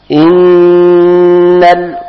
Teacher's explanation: huruf nun bertasdid, maka ditekan dan berdengung dua harakat.